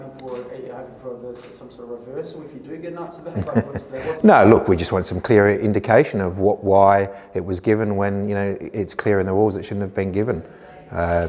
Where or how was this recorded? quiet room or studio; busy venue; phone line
busy venue